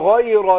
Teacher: غين المكسوره هتاخد ادنى درجات تفخيم